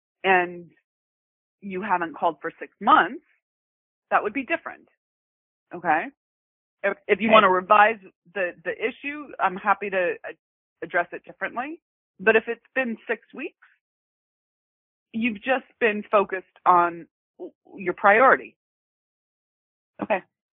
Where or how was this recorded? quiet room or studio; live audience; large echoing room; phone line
phone line